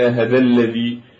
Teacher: فبعد ما قال هنا يريد هو إذا الذي، وأتت صواحبها فقلنا هذا الذي، فهو بالأصل إذا الذي منح المودة غيرنا وجفانا، فبدل أن يكسر الهاء ويقول هذا لكنه ما بعدها مفتوحة، ويصير صعب الانتقال من الكسر إلى الفتح مباشرة، فأبدل الهمزة إلى هاء ثم فتحها فقال هذا الذي · Term: يقلبون الهمزة إلى هاء